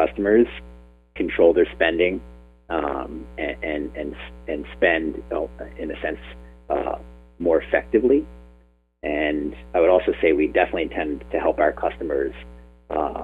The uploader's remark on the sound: This is an excerpt from a phone interview.